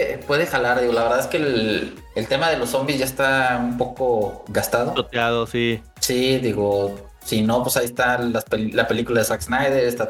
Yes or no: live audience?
no